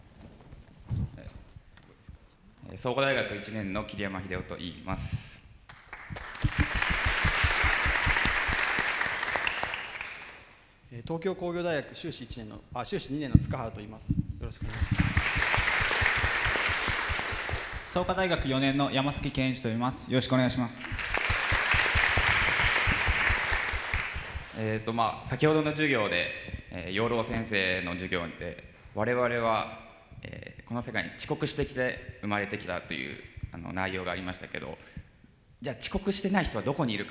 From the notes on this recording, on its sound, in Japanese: FM FESTIVAL 2012。１回限りの公開授業。TOKYO FM ホールで行なわれた。